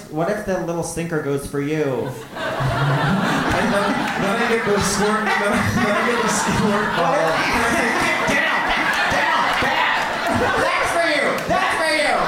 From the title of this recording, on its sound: Live From The Bell House